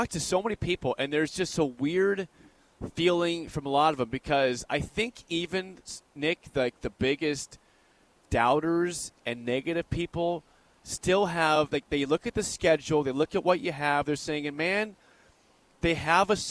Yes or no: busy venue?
yes